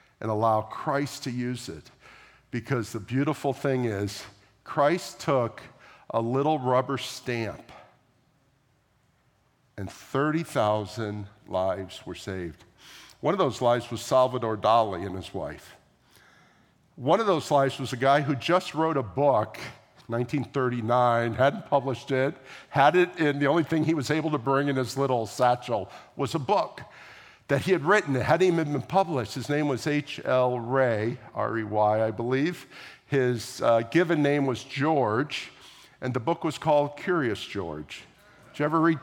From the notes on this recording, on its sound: at the April 2, 2023 Sunday morning services of Boca Raton Community Church in Boca Raton, Florida